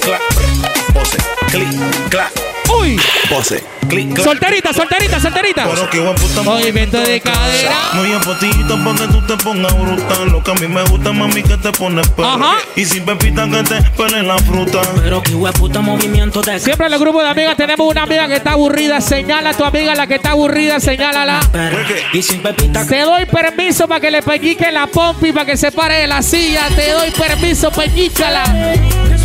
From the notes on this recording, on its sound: Live Session at 5to5 Hotel Hilton Panamá